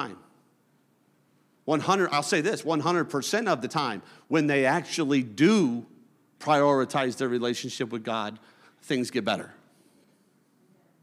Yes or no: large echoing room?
yes